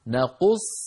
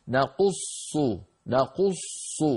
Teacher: أدغمنا صادا ساكنة في صاد مضمومة وقبلها قاف مضمومة · Shown in: first take · فنضم الشفتين من أجل القاف، ناقو ناقو، ثم بعدها صاد